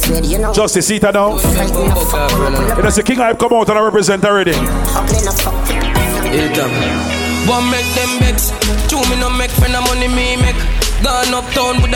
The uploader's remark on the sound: MOTHER'S DAY AT BREW'D[LIVE AUDIO]